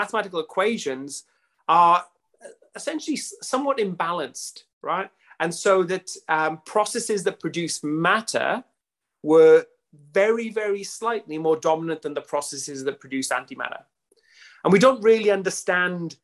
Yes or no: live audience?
no